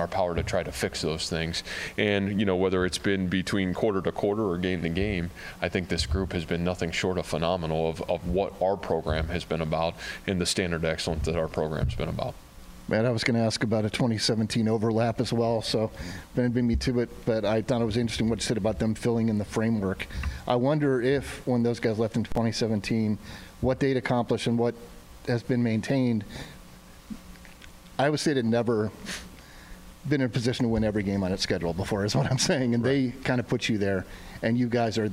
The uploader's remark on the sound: during his weekly press conference